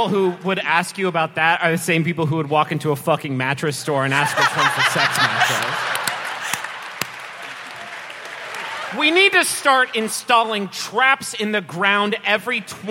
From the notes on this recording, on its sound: We've got a live show for you in his absence -- it's from this past April, when the lovely denizens of Houston, TX came down to Jones Hall